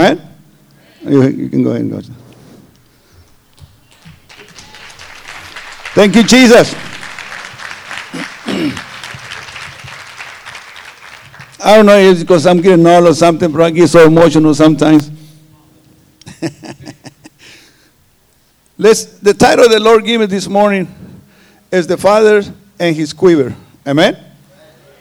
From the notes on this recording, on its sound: This is the tenth sermon preached at our Harvest Time Conference.